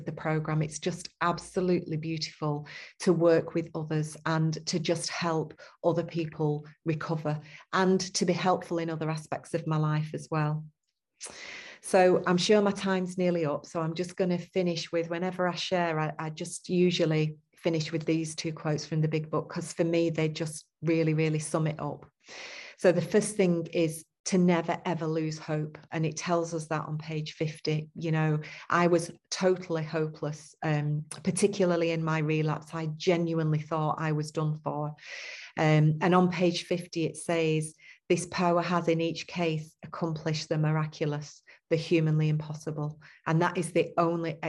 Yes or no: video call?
yes